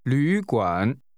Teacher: The word is pronounced with two falling, rising tones.